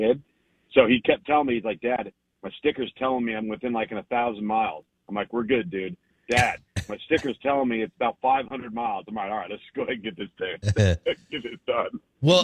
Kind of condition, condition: link, phone line